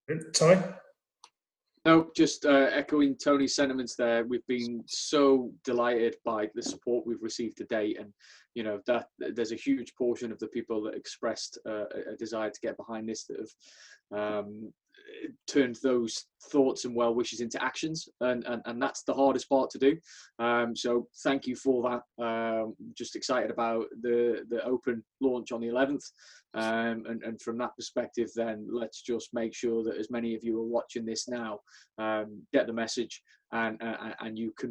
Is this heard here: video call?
yes